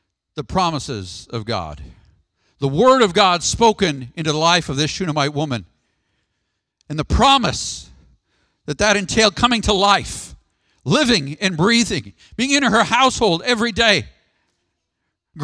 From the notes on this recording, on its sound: Sermon audio from the June 23rd, 2019 worship service.